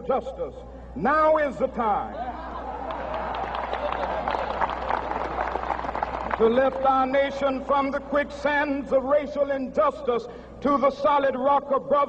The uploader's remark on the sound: This speech was delivered to thousands of Americans, both black and white, who were yearning for a freer and more inclusive society.